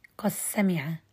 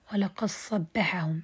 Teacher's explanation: أدغم هشام دال قد في حروفها الثمانية